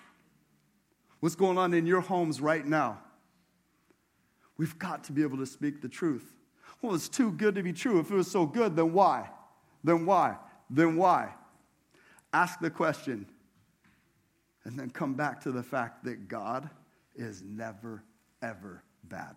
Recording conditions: large echoing room